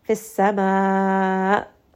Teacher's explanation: And because I am stopping, I am going to give hamza some jahar. It also does have nabir, meaning that you will raise the voice a little bit. Give it some emphasis.